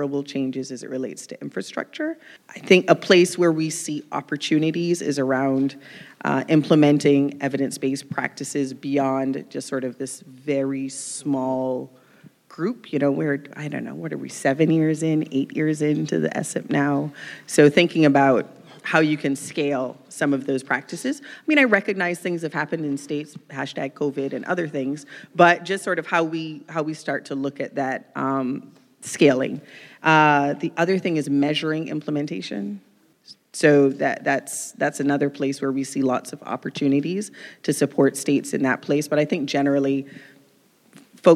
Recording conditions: busy venue